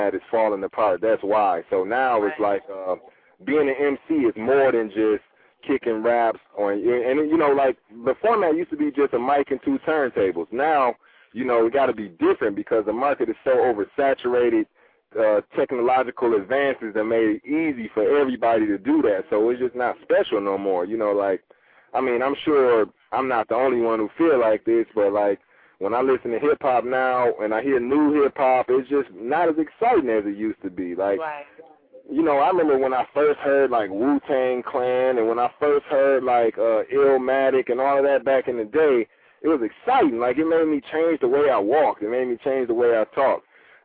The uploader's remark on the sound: LIVE CALL INS!